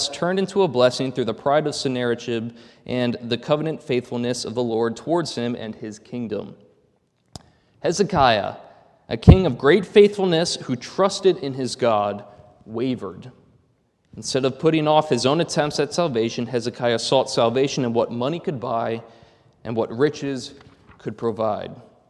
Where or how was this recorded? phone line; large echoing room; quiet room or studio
large echoing room